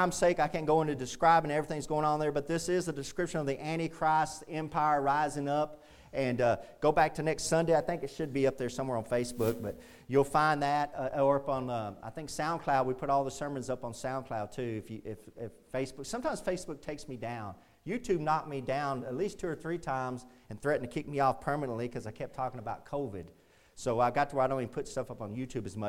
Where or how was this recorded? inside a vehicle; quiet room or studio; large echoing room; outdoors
large echoing room